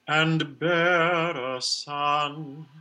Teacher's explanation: you can do the diphthong and then a linking R.